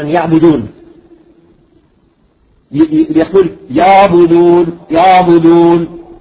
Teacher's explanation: من أخطاء العين بعضهم يحولها إلى ألف